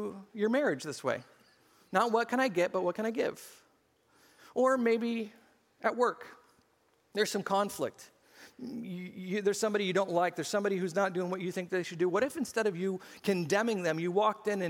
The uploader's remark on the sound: SCG Church Service